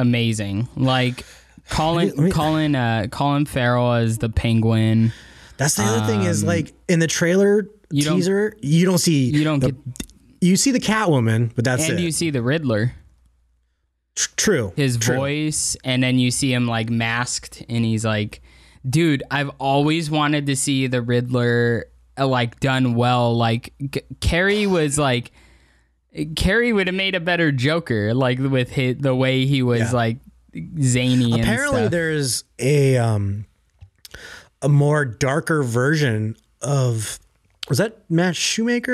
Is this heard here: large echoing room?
no